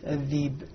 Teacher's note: يبدل همزة الذئب ياء حيثما وقعت